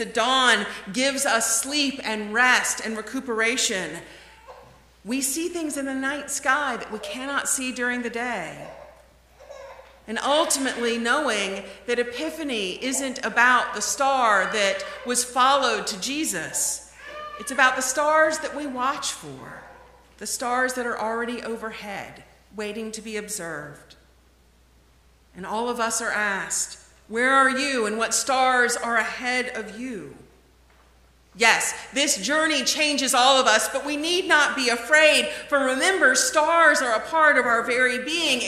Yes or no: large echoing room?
yes